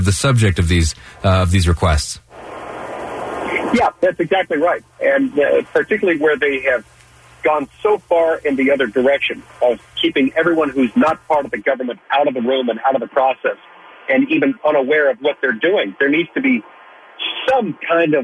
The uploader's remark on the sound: via phone.